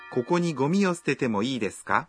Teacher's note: Agregando ka al final de la oración y pronunciándola en tono ascendente, se convierte en una pregunta.